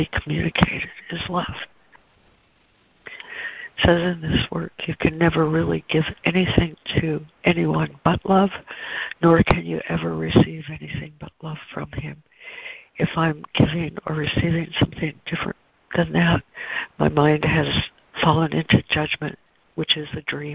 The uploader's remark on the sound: ACIM Daily Conference Call